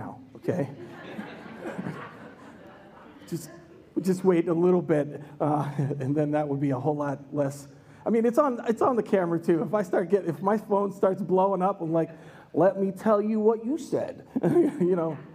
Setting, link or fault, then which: setting, live audience